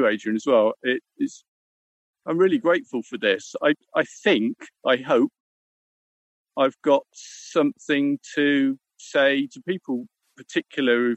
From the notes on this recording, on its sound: Was out a path near the ocean so there is some wind noise, especially near the end of the discussion.